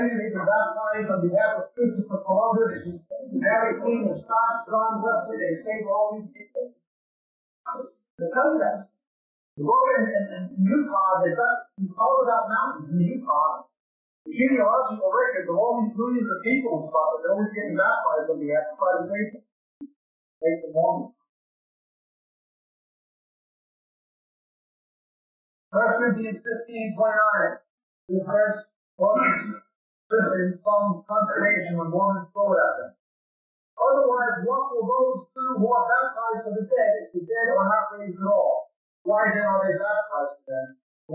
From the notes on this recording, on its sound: We apologize for the quality of this recording. It was from the 1990's to 2000's when audio recording was not as good as it is today. Even though we were able to edit the original recording to get this version it is still of very poor quality.